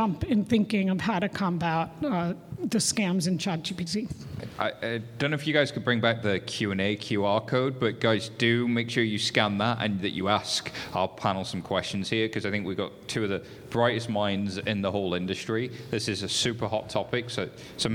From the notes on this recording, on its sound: This recording is from Fintech Nexus USA held at the Javits Center in New York City on May 10-11, 2023. Session: "ChatGPT and Fraud/Scam Implications" from the Fraud Fight Club Track, sponsored by Mastercard.